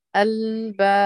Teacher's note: قلقل الباب وبين المقلب سكنة